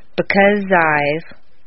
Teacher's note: the Z sound at the end of because and the I sound of I blend together smoothly · Term: Liaison